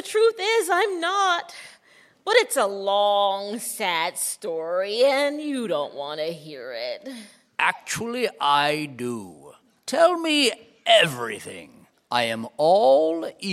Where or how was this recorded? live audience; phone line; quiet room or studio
live audience